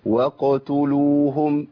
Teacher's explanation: لا، اخلص القاف الاول وبعدين انتقل للتاء المضمومة بهيئة الضم اللي هي بروز الشفتين للأمام مع تدوير اللي هي الهيئة بتاعت الضم.